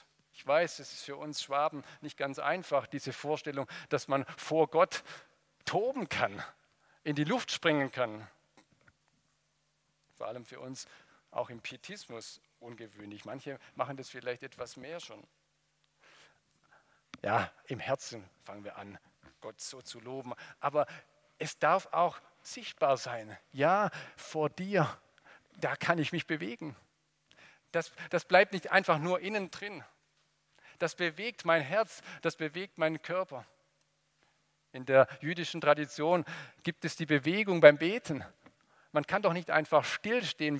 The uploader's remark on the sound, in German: aus dem Gottesdienst der Liebenzeller Mission